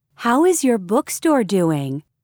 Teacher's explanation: Notice how some vowel sounds are linked with a W or Y sound.